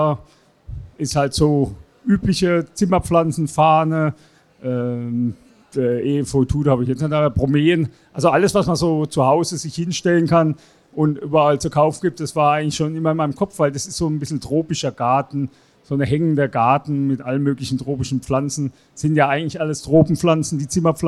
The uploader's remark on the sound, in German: Live Präsentation auf der Interzoo 2022. Am Stand 311 der ideellen und fachlichen Träger der Interzoo ZZF e. In Halle 4 verfolgt und im Nachgang direkt ein Interview mit ihm aufgenommen.